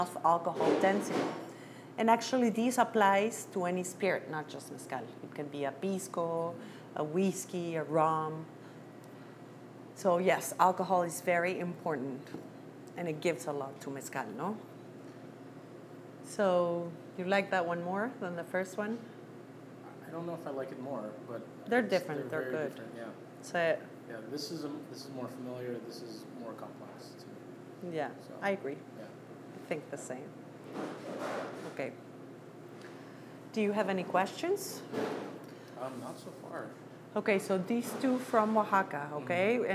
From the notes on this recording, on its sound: This episode is a recording of a presentation she did at The Lion Share in San Diego.